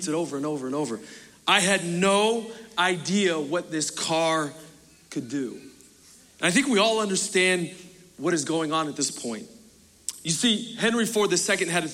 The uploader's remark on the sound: Recorded Live at Capital Church in Meridian, Idaho